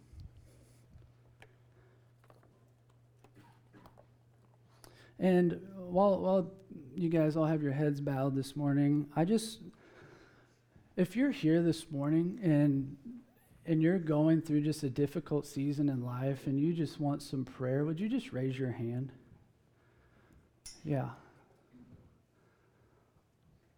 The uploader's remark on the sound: Preached at Emmaus Church.